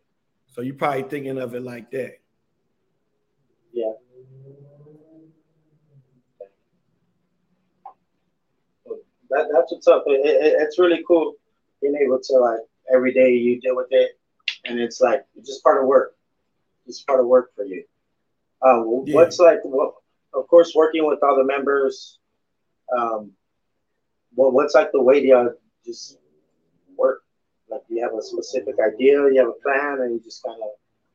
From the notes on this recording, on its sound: The connection was bad so sorry for the sound and the lagging